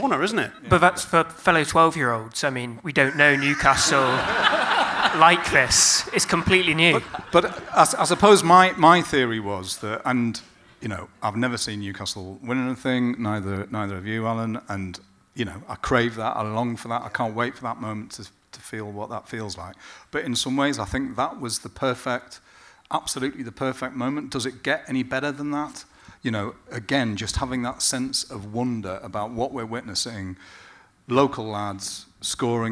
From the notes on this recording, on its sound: Live from the Gosforth Civic Theatre in the heart of *checks notes* Newcastle's most middle class suburb, it's our stage debut! Although a lot of saucy audience-only stuff has been removed (including the whole of part two, a live Q&A).